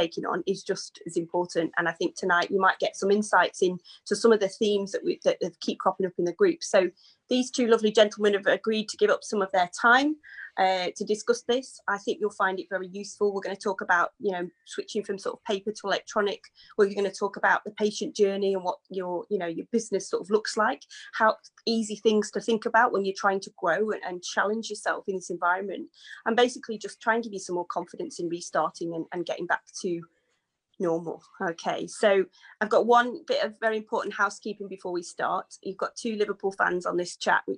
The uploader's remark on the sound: This is a recording of a Facebook Live